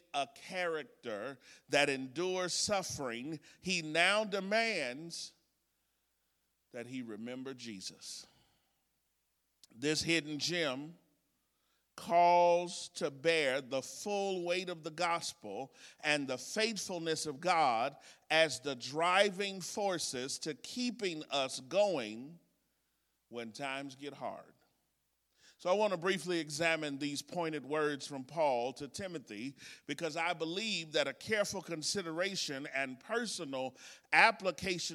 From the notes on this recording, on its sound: This exposition was recorded at the Woodbridge, VA 2023 Workshop